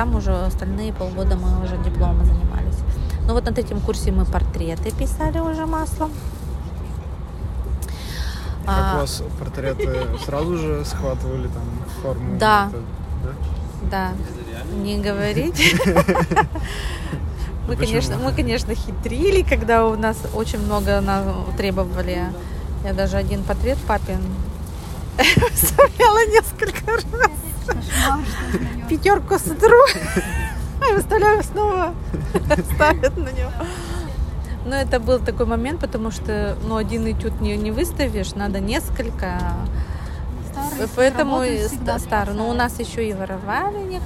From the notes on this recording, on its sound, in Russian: Живая запись из вагона электрички создаёт ощущение присутствия рядом во время беседы